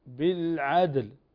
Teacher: الدال من صفاتها أنها شديدة ومجهورة، انحباس للصوت وانحباس النفس، فهي تقلقل ولا تهمس